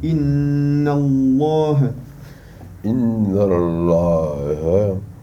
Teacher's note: Mais il n'y a que pour le mot Allah que le lem il devient emphatique. Donc là on va pas dire inna Allah.